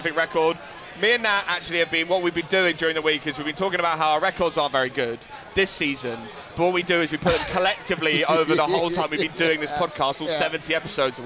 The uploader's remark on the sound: Come live from Passyunk Avenue in Waterloo. The beers are flowing.